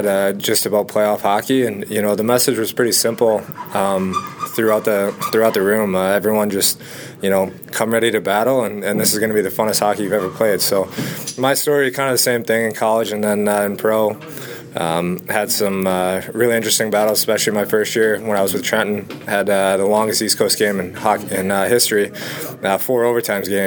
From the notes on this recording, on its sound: at Huntington Center during Game 1 of the Eastern Quarterfinals